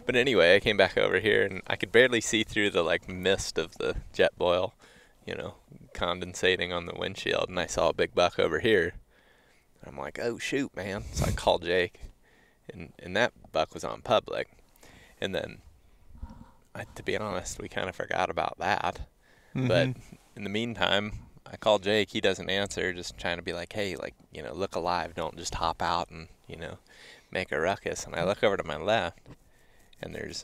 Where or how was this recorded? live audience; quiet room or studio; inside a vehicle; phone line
inside a vehicle